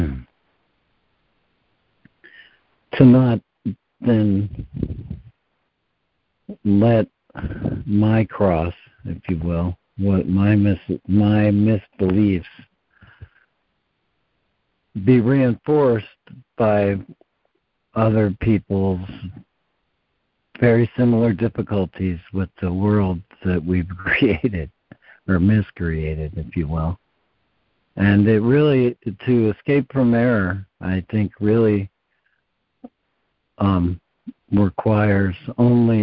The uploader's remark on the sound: ACIM Daily Conference Call